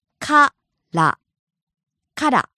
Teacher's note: Starts high and drops low.